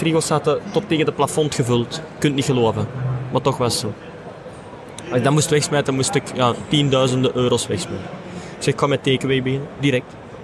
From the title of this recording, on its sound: Horeca Expo Live